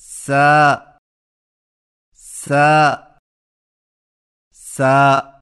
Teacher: Scene की आवाज बारीक और सीटी वाली होती है, जैसे सा सा सा।